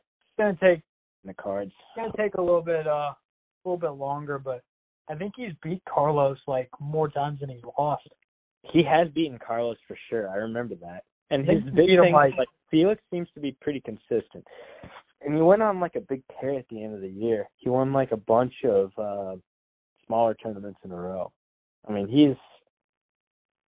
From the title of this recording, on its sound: Phone Call